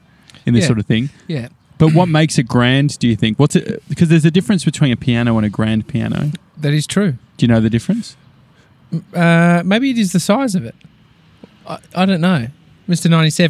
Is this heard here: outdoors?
yes